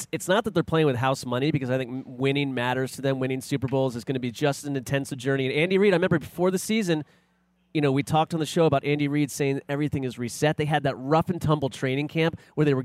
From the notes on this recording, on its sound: In a stadium full of heroes. LIVE from Super Bowl LVIII.